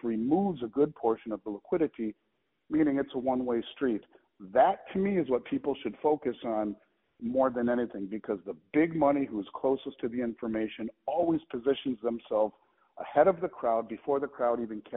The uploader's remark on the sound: calls in from the Vancouver Resource Investment Conference